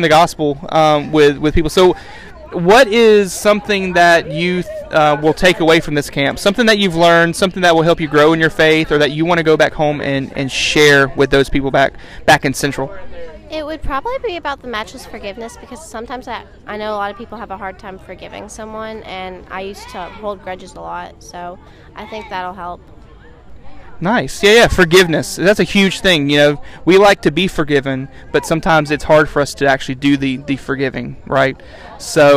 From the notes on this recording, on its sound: Camp Conversations- live from M-Fuge. It’s also camp week, so come to camp with us and hear all about it straight from the students themselves.